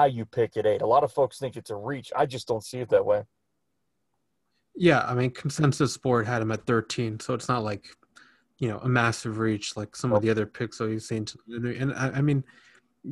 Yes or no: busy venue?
no